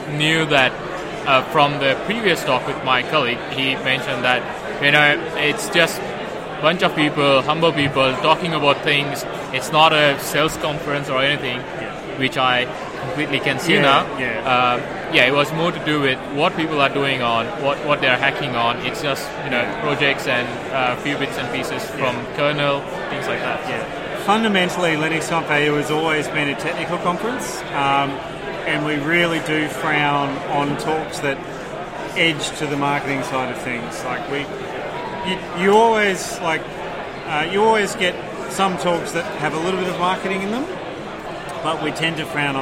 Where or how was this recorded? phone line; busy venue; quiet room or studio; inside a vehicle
busy venue